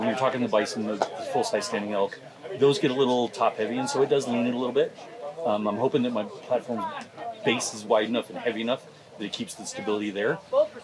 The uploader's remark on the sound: Episode 321 Live from Western Hunt Fest